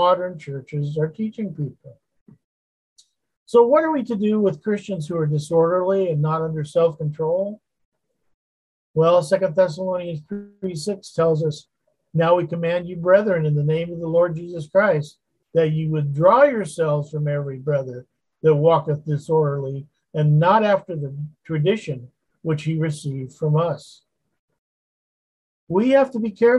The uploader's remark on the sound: Wednesday Zoom study